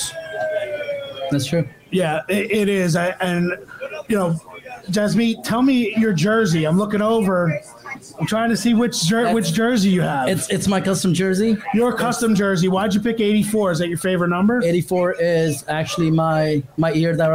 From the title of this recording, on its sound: LIVE From The Giants 2023 Draft Party